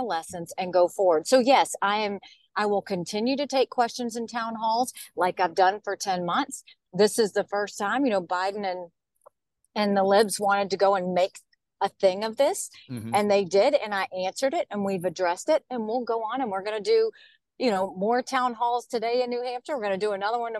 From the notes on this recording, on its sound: From the car as she makes her way between campaign stops in the North Country.